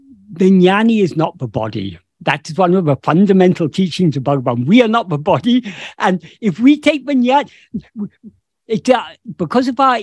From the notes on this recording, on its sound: In a Zoom meeting of the ‘Ramana Maharshi Foundation UK’ on 28th May 2022